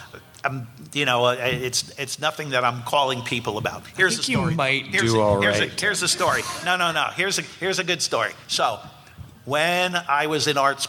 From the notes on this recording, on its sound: A live chat from FanExpo Philly